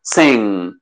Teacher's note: Sing, y lo haces nasal a la N, no a la vocal, no vas a decir sing, sino sing. Primero haces la vocal y después haces la N nasal. Sing, y bien nasal, tiene que sentirse. · Muchas personas dicen, oh, sing, sing, con la G pronunciándolo, pero en realidad no hay que pronunciar la G, hay que hacerlo nasal.